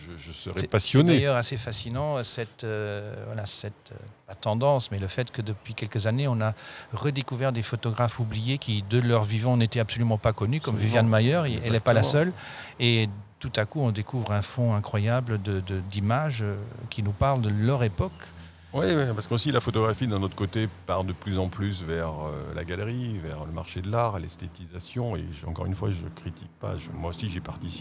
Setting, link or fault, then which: setting, outdoors